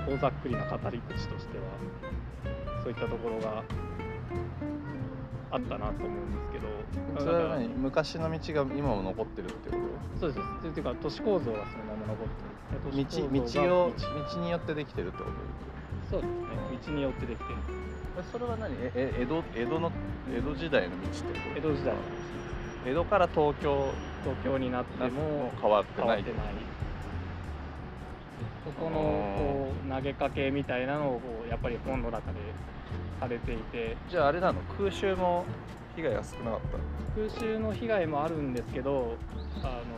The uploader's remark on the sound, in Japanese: 今回の収録は江戸川橋駅から東京カテドラルあたりまで。諸行無常トーク第3弾にしてまさかのロケですが、歩きながらのスマホレコーディングでも意外と声をちゃんと拾えていたので公開します。